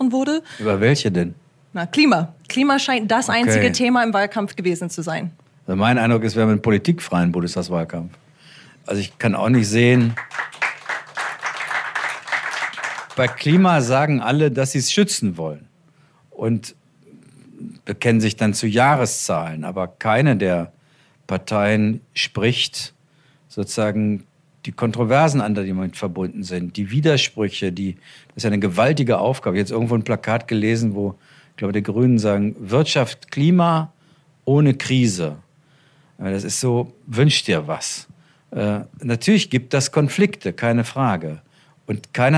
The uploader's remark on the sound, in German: Da nur ein kleiner Teil von Ihnen live bei diesem Gespräch dabei sein konnte, teilen wir hier die Höhepunkte dieses Abends mit Ihnen allen.